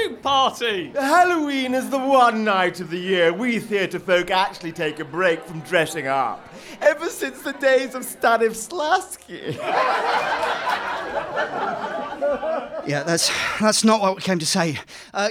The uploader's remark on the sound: Live halloween special. Recorded with a live audience at The Buxton Festival Fringe!